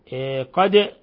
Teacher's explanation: الدال تقلقل لسكونها لأنها من حروف قطب جد.